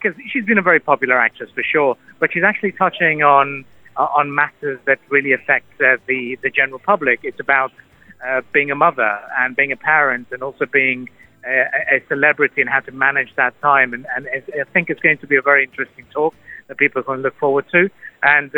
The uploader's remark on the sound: live from the opening day of the Sharjah International Book Fair (SIBF), calls back into the studio